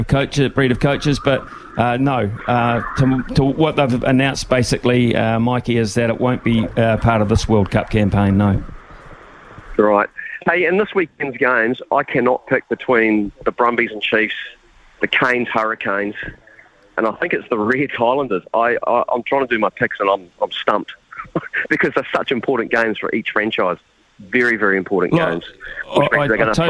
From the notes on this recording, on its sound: We've thrown the phonelines open